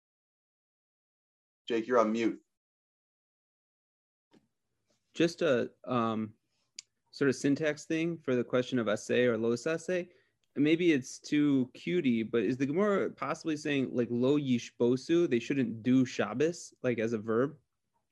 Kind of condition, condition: link, video call